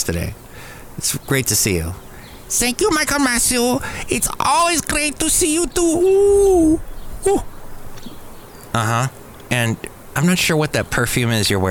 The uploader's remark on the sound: Podcasts live from Café Anyway.